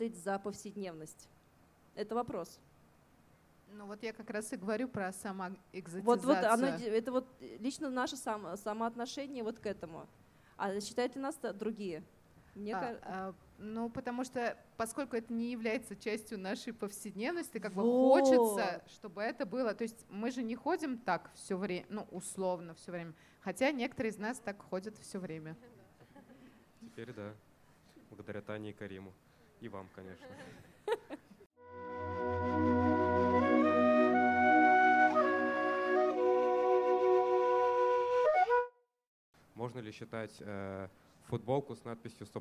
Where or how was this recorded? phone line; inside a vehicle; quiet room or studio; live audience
live audience